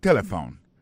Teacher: l'accent tonique l'a tombé sous premier syllabe là. Si nous besoin de dire bien, c'est téléphone.